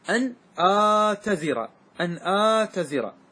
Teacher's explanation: آتزر بهمزة ممدودة ثم تاء مخففة